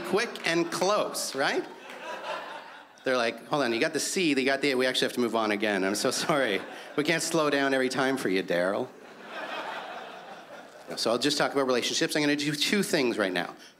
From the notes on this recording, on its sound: stand up from the Just For Laughs Festival in 2015